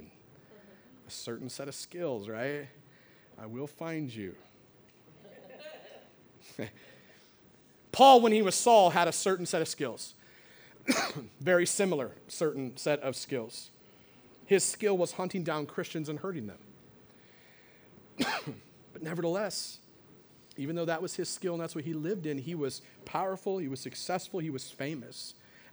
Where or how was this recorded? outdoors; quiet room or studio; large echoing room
large echoing room